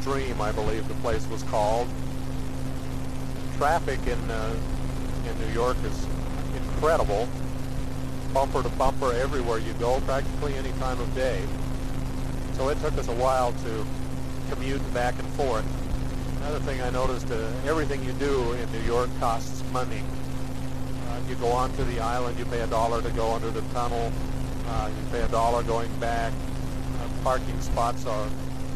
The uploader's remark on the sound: Driving Home from work